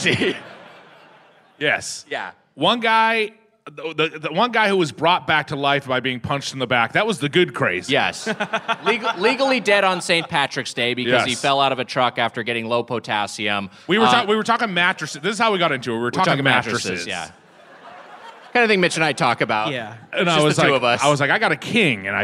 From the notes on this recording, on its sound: Recorded live at Revolution Hall in Portland 5/1/22.